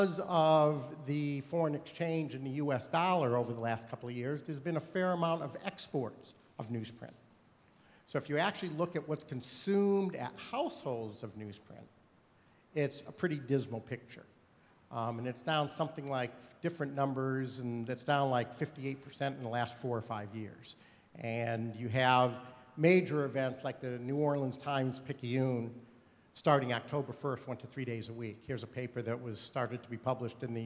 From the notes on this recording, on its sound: during the session "Milling Around" at the Paper Recycling Conference 2012